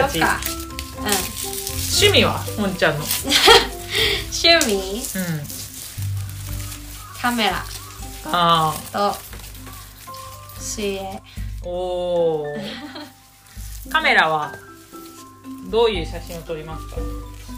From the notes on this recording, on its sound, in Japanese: ニンニクの皮を剥く作業を行いながら、収録しているので、皮を剥く音も入ってます…